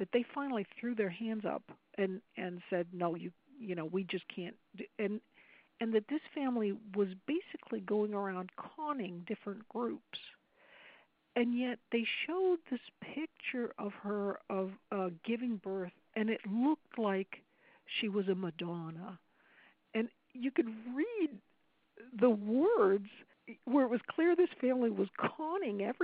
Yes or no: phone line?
yes